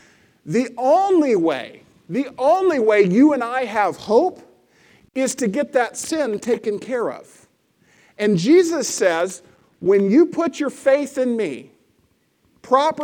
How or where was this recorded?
large echoing room